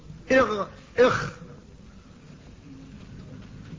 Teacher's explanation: أدناه غين خاؤها، أدنى الحلق أي أقربه إلى اللسان وإلى الفم، وآخر الحلق عند أصل اللسان تخرج منه الغين والخاء